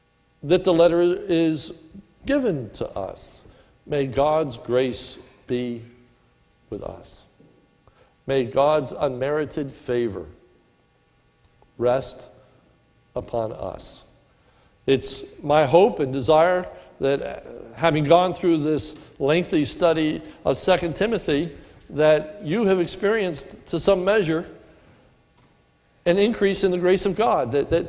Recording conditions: large echoing room